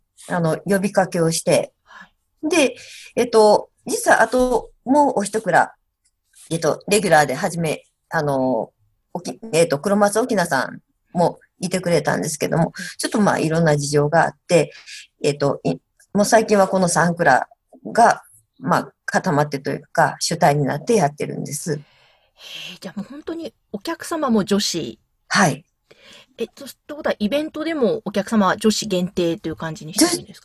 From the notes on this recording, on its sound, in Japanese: クリスマスのコスチュームもつけながらZoomでお話を伺いました。